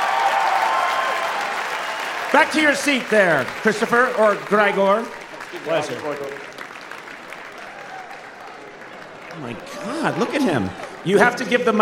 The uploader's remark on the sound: Live at the Brooklyn Academy of Music. Answer live audience questions.